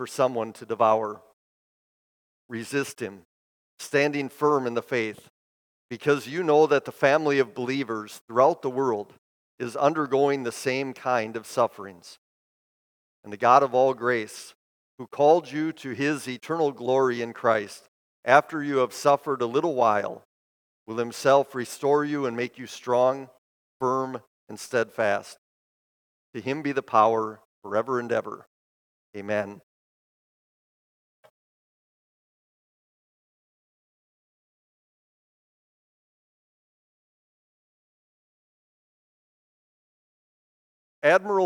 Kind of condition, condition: setting, large echoing room